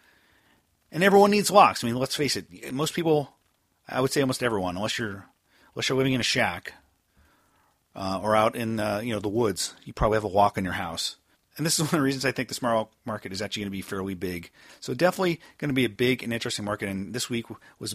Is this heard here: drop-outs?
no